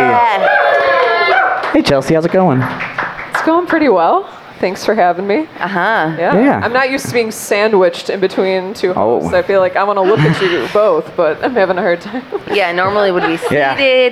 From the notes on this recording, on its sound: Go LIVE from Milkie’s. With a ton of special guests, games, and other nonsense.